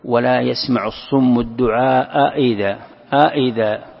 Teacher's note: الوجه الأول أن تحقق الهمزتين، تقول ولا يسمع الصم الدعاء إذا، إذا، هذا التحقيق، تحقيق الهمزتين.